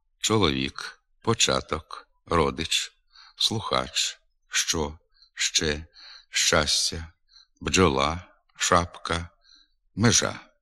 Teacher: В українській літературній мові шиплячі звуки «ч», «дж», «ш», «ж» вимовляються твердо.